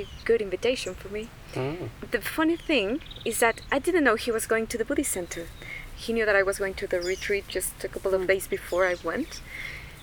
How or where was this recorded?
outdoors